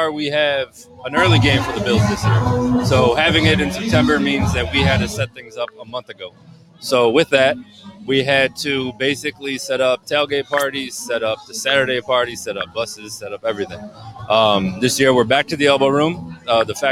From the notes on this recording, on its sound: Bills Backers Miami hosted a Bills Mafia Appreciation Party this past weekend! Live interview with fans from the Booze Garden!